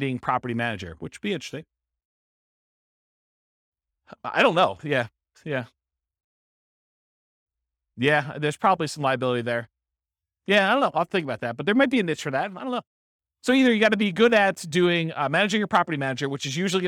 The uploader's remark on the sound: This was a live class recorded